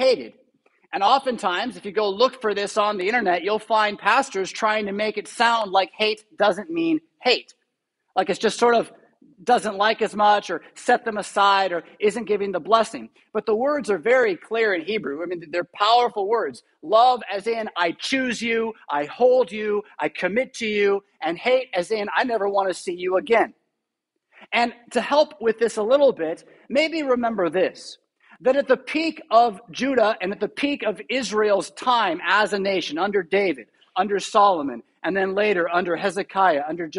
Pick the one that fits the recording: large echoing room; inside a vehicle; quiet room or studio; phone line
large echoing room